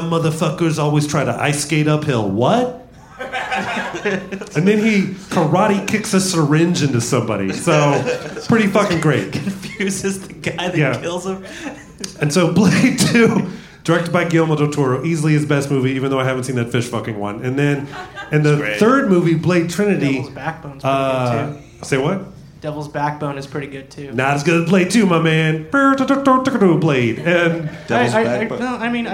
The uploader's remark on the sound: Live at Spiderhouse Ballroom